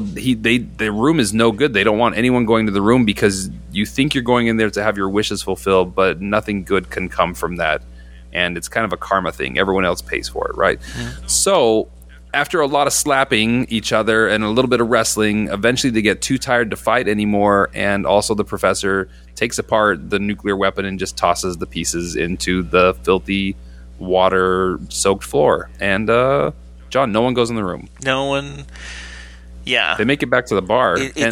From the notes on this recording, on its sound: Big apologies for the background buzz. It must be the USB plug for the mic.